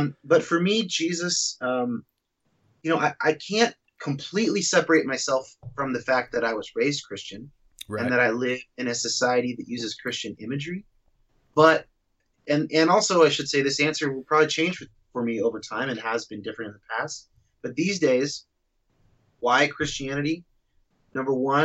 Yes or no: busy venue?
no